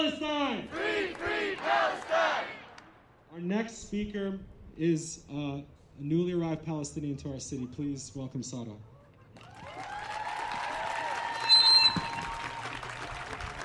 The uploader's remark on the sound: On this hot Saturday afternoon. The live event had ASL interpretation.